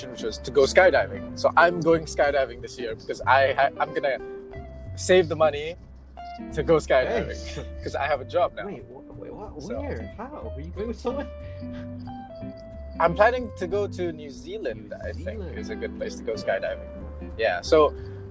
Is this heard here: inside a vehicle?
yes